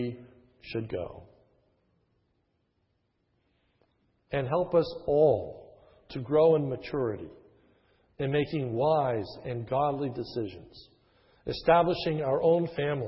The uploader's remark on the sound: This is a sermon recorded at the Lebanon Bible Fellowship Church, in Lebanon, PA, on 9/4/2011 during the morning service. Was given on the occasion of installing a new Elder.